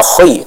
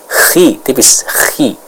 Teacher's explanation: Huruf kha yang fathah atau dhammah, maka ketebalannya itu akan lebih kuat dibanding huruf kha yang kasrah. Sehingga kita tidak boleh membaca huruf kha yang kasrah dengan tebal yang terlalu berlebihan atau terlalu kuat · Shown in: second take